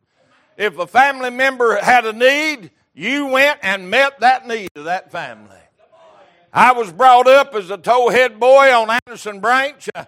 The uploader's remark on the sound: Recorded February 5, 2023 - Sunday Morning Service